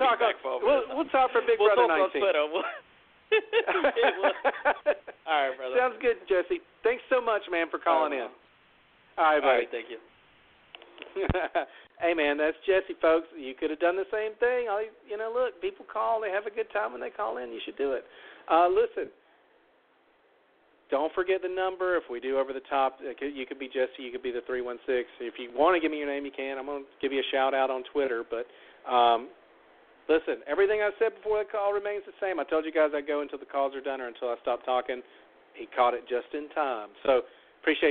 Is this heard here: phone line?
yes